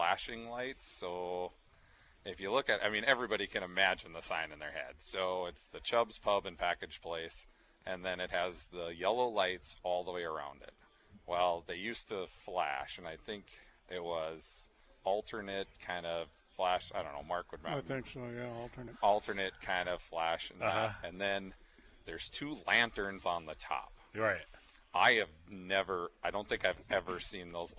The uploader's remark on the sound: live at Chub's Pub and Package Place